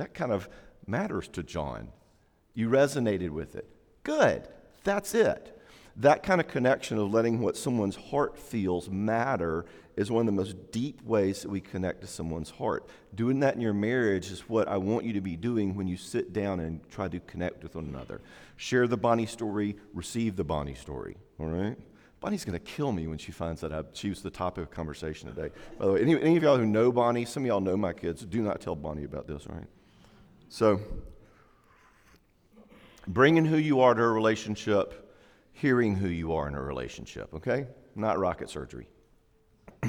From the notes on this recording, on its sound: talk during Day 2 of our 2016 Marriage Conference